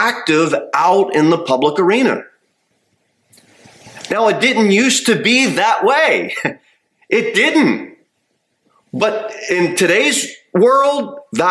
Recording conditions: large echoing room